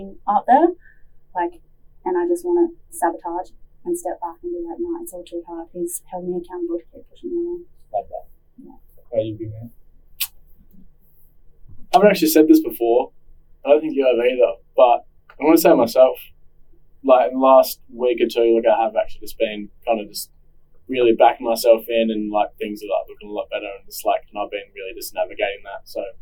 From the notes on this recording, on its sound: Apologies for the sound quality = had some technical difficulties